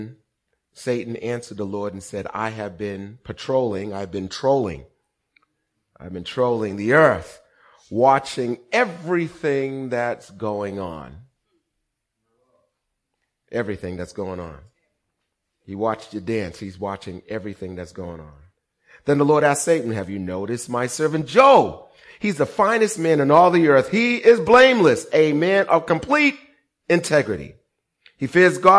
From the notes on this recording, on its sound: Recorded on 20160417 at the 08:30am Service